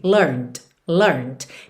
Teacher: você tá com a língua no céu da boca por conta do N, e você já finaliza com o D